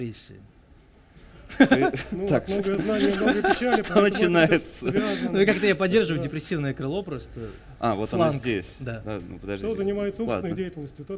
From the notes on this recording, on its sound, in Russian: Случилось так, что вышли не только за пределы разговора об Армении, но и за границы радиостудии, организовав во дворе пространства «Рихтер» в Москве публичную запись подкаста.